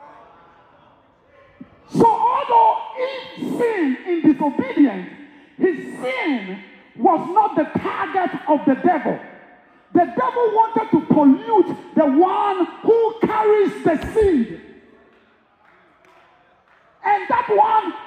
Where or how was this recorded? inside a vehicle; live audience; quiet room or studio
live audience